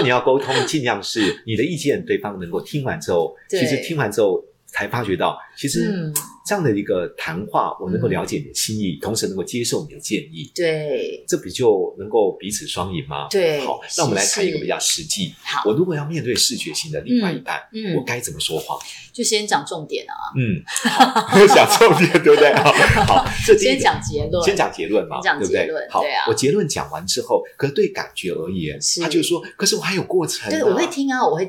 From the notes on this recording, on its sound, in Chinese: 音質較差